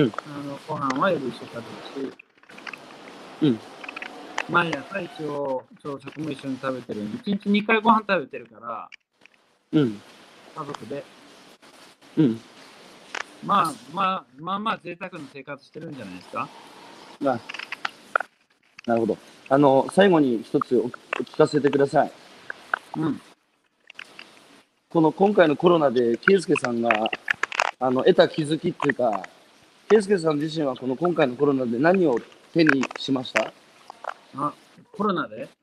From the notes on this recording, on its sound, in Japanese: 歩きながら1時間、対談する